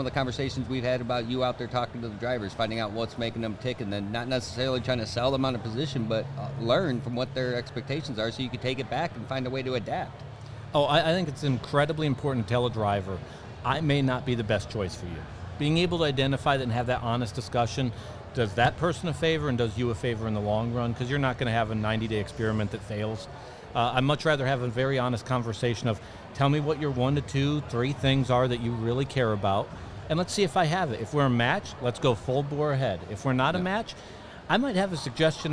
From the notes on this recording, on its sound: EPISODE 18: Live at MATS 2023. Sense Per Mile takes you to the Mid-America Trucking Show. Live-recorded episode from MATS!